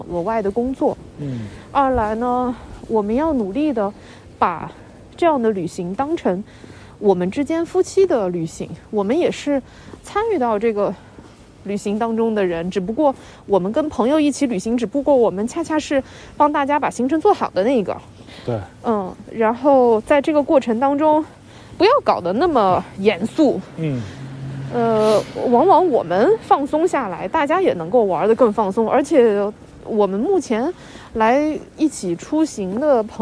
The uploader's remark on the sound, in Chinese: 这是一期在大年二十九晚上录制的节目。在基本没人的路上走了一大圈，并用手机录制了这期节目。